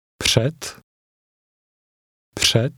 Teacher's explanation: The D ending will sound like a T.